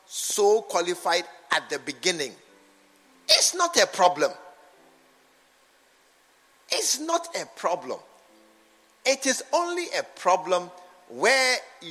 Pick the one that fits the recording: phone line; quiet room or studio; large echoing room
large echoing room